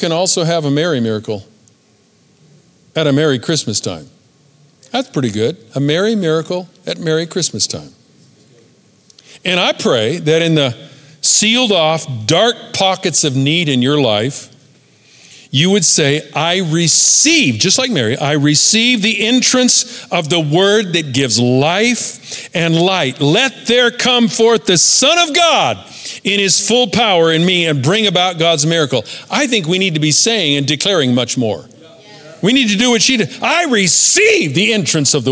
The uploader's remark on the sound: Recorded at Capital Church Meridian, Idaho